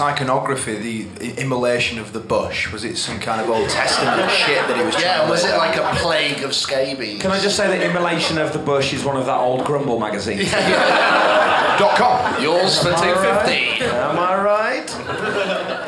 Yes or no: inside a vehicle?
no